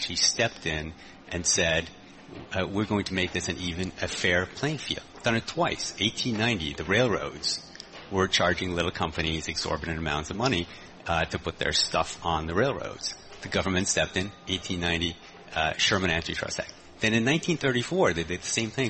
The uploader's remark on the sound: From the Greater Boston Chamber of Commerce Annual Meeting.